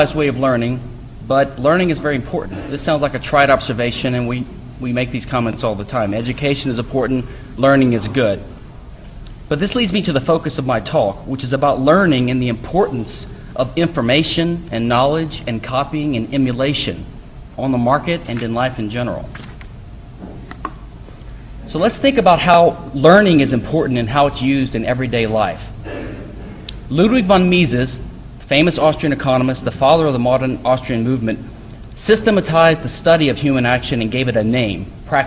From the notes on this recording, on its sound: At the 2010 Students for Liberty Texas Regional Conference, University of Texas, Austin. At the 2010 Students for Liberty Texas Regional Conference, University of Texas, Austin.